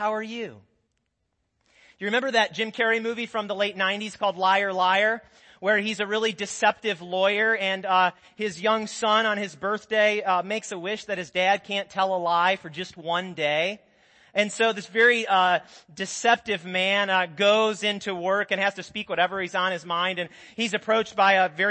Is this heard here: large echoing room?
yes